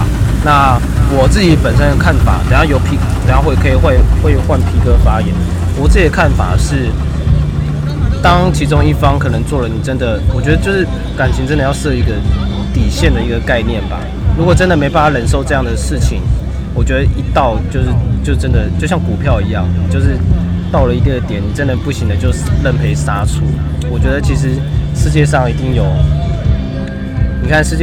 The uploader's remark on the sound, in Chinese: 野外錄出。在意音質者請注意！！！！錄音來自2020年漂遊者音樂祭現場收音。